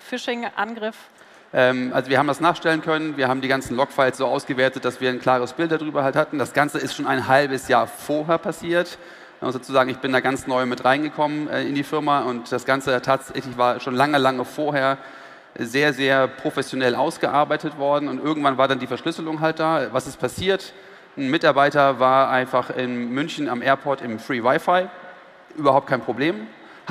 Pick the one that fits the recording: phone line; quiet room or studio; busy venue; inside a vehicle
busy venue